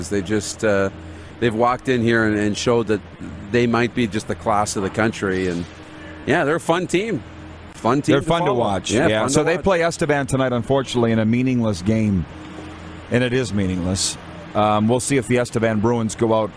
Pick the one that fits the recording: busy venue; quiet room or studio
busy venue